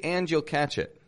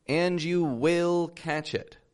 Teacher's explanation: In this case, I said, and you will catch it. I really stressed the word will. · Shown in: second take